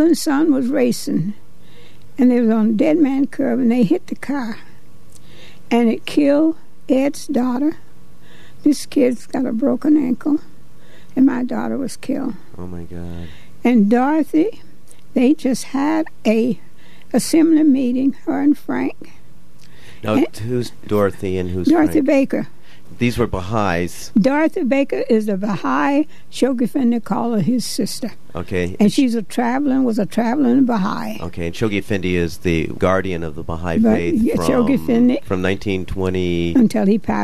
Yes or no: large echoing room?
no